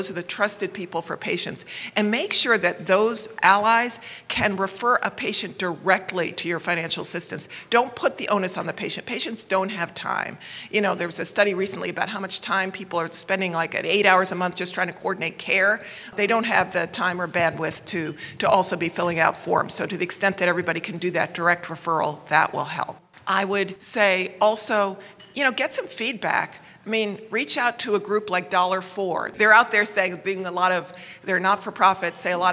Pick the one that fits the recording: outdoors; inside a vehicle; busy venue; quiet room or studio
busy venue